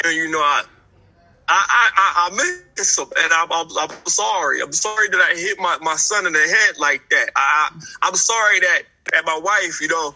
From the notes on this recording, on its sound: Interviewing a prisoner straight from prison on his mobile phone.